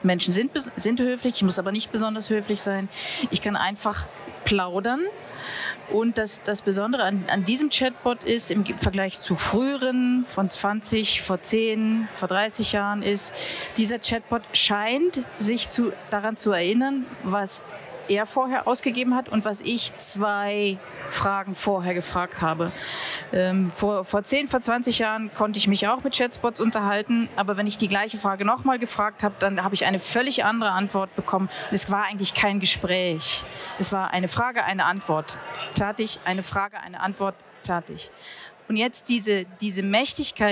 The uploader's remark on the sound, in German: am jährlichen Branchenevent IAM live 2023